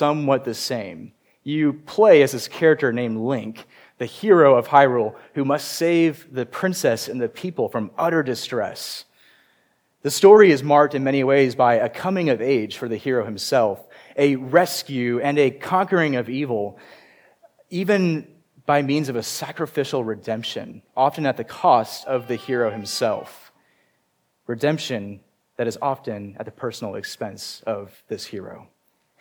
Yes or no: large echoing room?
yes